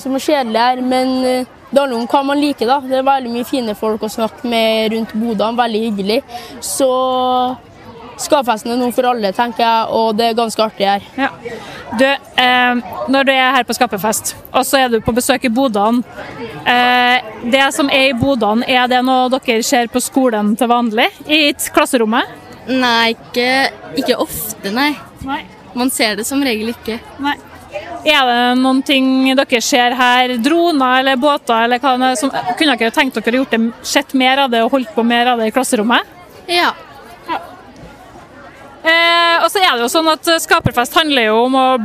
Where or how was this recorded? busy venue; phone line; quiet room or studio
busy venue